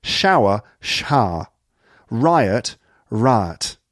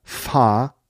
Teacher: you start to notice other things like triphthongs. This is when you get three sounds together. Triphthongs become flattened.